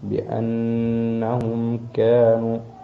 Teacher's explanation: من النون المشددة نعطي فيها صفة الغنة